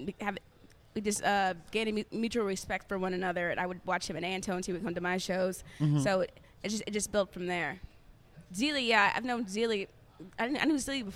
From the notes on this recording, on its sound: Live from The Side Bar. Live from The Side Bar.